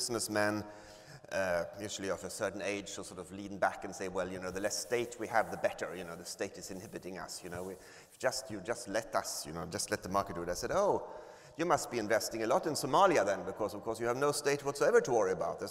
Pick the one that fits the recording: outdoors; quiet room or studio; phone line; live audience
live audience